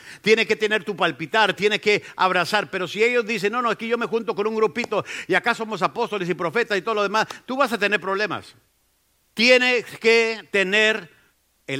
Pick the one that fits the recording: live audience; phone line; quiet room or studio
live audience